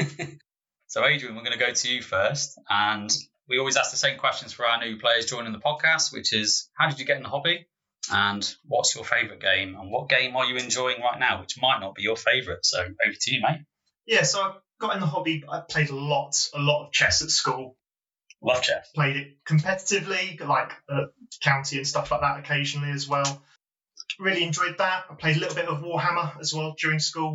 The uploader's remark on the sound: in our earlier episodes our audio isn't up to scratch